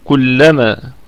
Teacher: الكلمة طبعا كلها مرققة، واللام فيها مدغمة مشددة